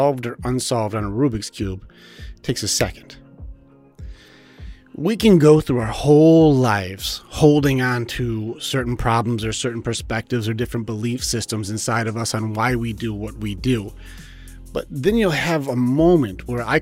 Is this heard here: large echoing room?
no